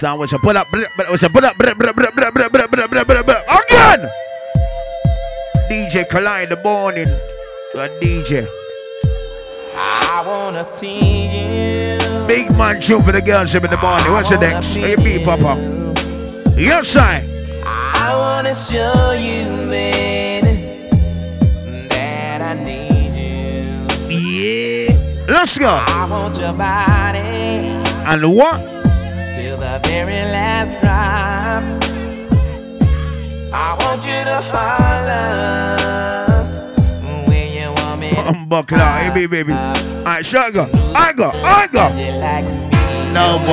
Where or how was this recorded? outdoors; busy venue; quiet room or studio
busy venue